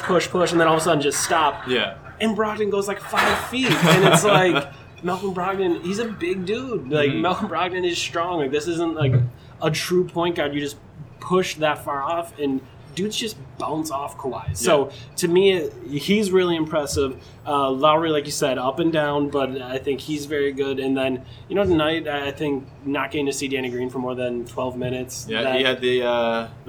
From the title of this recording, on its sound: Live! from Raptors/Bucks